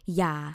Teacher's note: long sound low tone